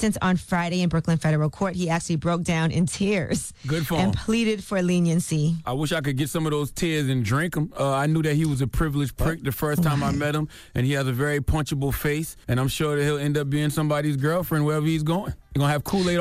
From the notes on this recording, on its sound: we opened up the phone lines